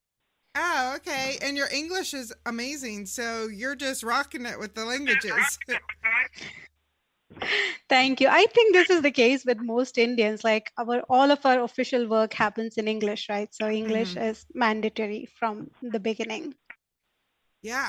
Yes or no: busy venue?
no